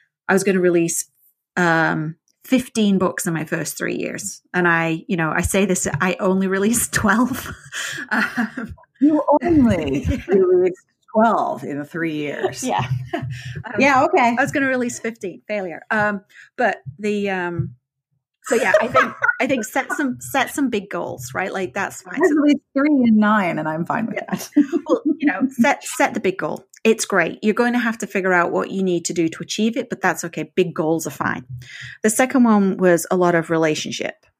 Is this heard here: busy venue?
no